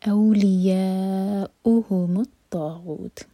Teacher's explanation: واو کے اوپر حمزہ ہے تو واو کینسل ہوا، حمزہ پڑھا جائے گا اور کٹ آف ساؤنڈ کے ساتھ. اولیاؤہم الطاغوت، اگر سانس ٹوٹے تو ہم یہاں پر تاک پر ہمس کر کے رکیں گے.